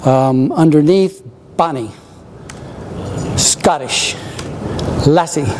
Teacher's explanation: If you read music, that's what it looks like. It's a short note followed by a longer note. · Term: Lombard rhythm